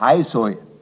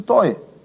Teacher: Hier nun leistet sich das Bayerische bei ein paar Wörtern ein völliges Umstoßen der Regel. Ein ganz klares Ei wird ohne jeden ersichtlichen Grund zum Eu in den Wörtern Seil, Pfeil und Teil, wobei außerdem auch noch das L wegfällt. Das Heuseil wird auf diese Weise zum Heiseu.